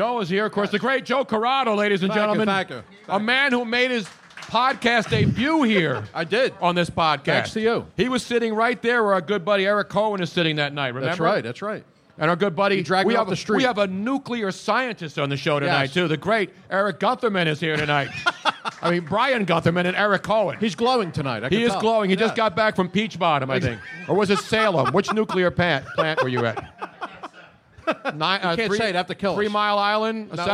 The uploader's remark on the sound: LIVE from the Jughandle Inn in Cinnaminson NJ